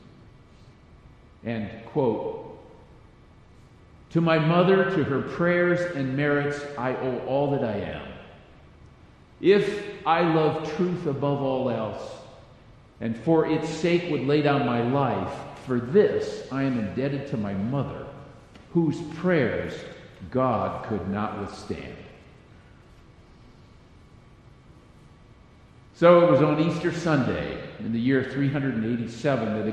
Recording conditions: large echoing room